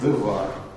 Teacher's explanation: Оба камаса заменяются, причем первый на шва, а второй на патах. · Term: редукция